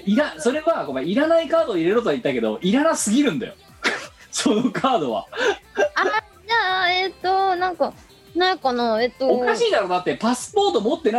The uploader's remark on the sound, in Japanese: 本番組はリモート収録です。収録時環境の影響により、聴き取り辛い部分があります。おまけに収録コンディションが悪くてガビガビ音声？！音声が歪んだり飛んだりしています。